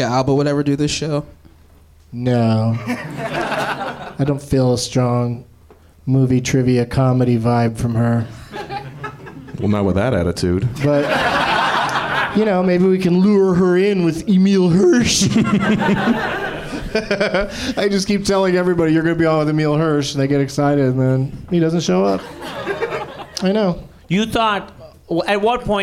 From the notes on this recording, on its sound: Live from the NerdMelt Showroom in LA